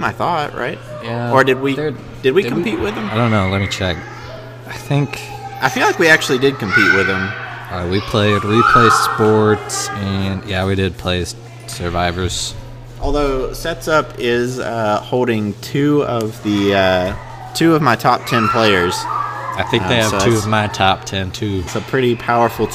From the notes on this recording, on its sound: We apologize for the background noise this week... It was extremely loud at times, so we had to cut away so we don't blow your eardrums out.